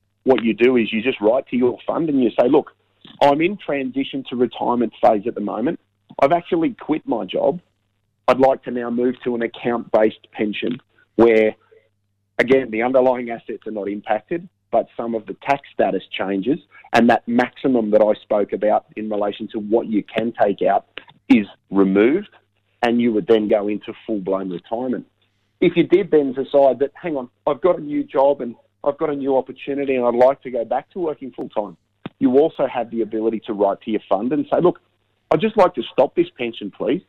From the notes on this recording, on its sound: Unfortunately with Canberra in a Covid lockdown. By phone this week.